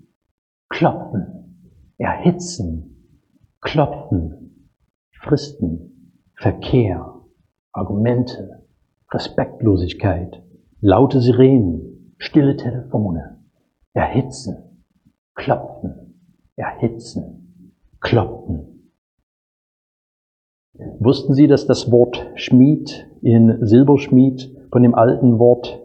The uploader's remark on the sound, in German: Predigt aus dem Gottesdienst.